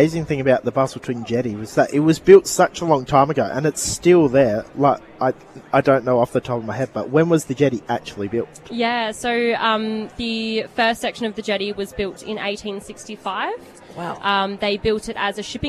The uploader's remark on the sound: While we were at Skills West 2023